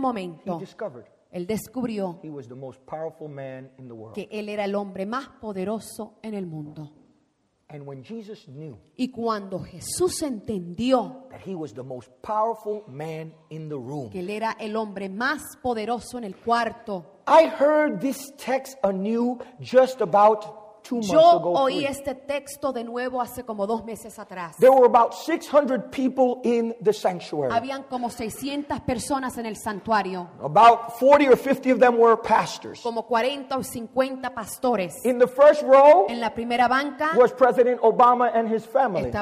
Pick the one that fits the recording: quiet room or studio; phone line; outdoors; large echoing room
large echoing room